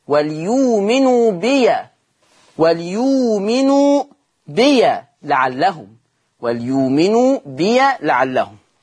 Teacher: قرأ ورش بفتح ياء بي وصلا